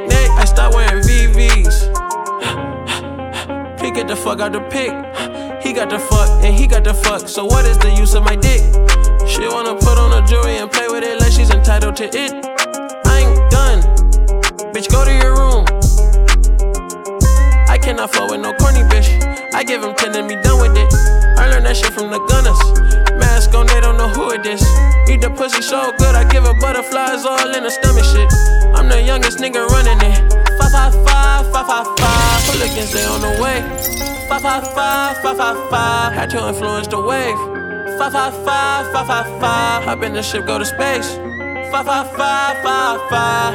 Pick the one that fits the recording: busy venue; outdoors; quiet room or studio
busy venue